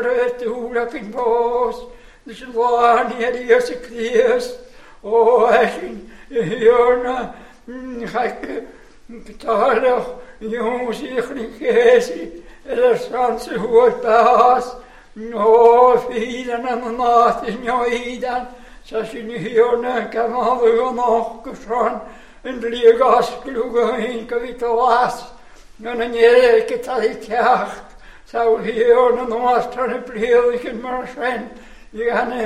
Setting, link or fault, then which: setting, large echoing room